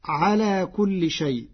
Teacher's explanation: قرأ ورش كلمة شيء بالتوسط والمد لمراعاة اجتماع الهمز واللين في كلمة